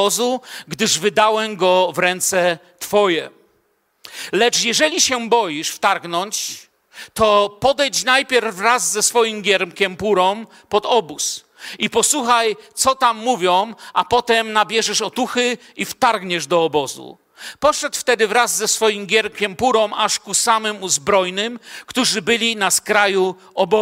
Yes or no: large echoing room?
yes